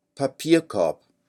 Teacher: Note the hint of an R in korb.